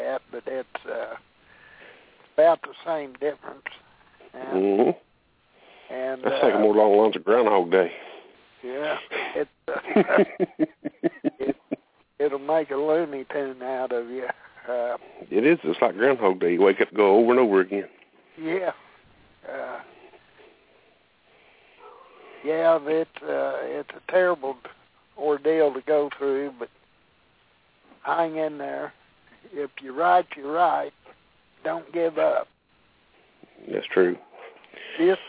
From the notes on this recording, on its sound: Call in show